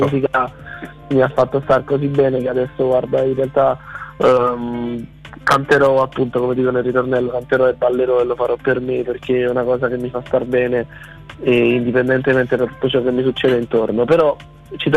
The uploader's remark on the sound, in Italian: INTERVISTA TELEFONICA